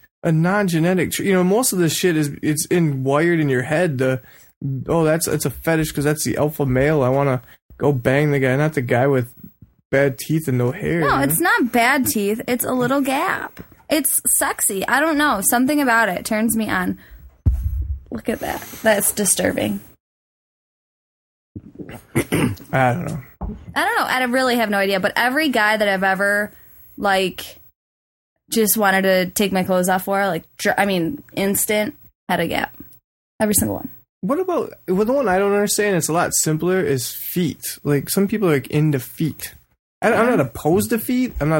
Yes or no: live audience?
no